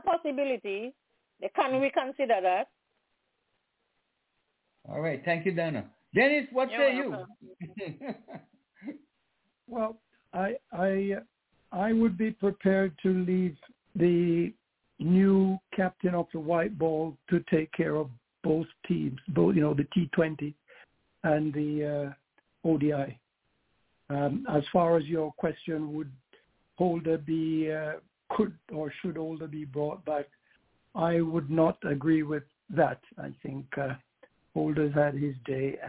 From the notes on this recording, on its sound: Telephone.